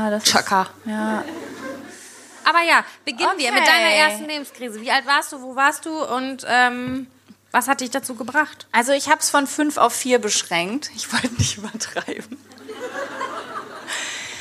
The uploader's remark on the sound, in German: LIVE in FFM. Das alles gibts in adeligster Gesellschaft und mit atmosphärischen Lachern aus dem Publikum.